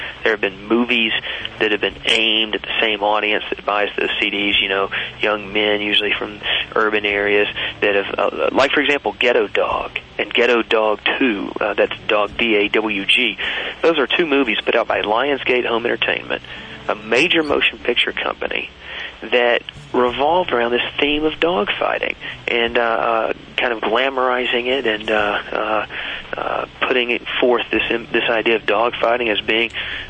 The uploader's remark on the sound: Listener phone calls.